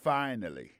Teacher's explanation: Accent tombé sur le premier syllabe là. Finally. F-I-N-A-L-L-Y.